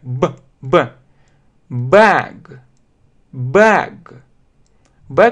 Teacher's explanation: Это такая вот звонкая буква Б. Б. Она вот более резко произносится, чем наша буква Б.